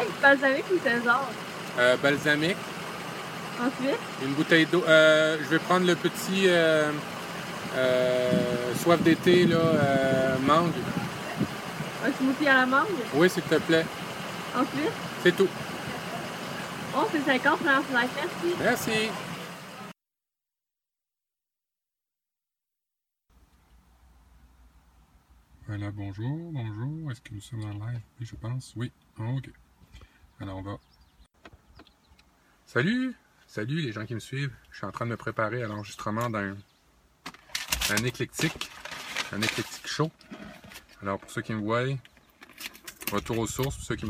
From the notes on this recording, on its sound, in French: En direct live de mon 4X4, je vous ai enregistré un petit épisode estival